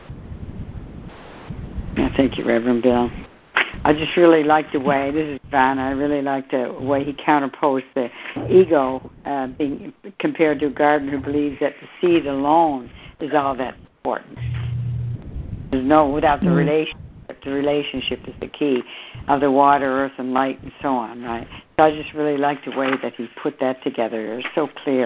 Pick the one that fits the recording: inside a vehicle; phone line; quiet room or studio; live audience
phone line